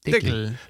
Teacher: das K wird bei uns zu G